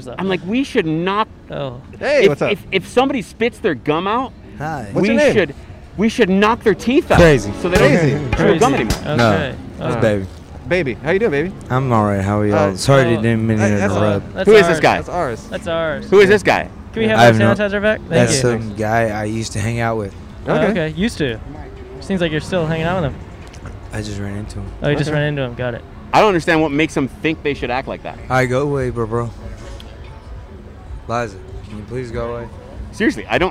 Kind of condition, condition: setting, outdoors